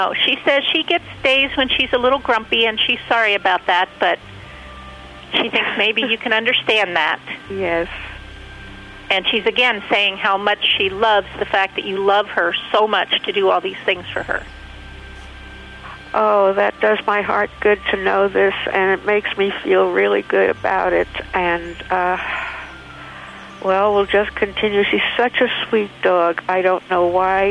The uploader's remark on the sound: Your phone calls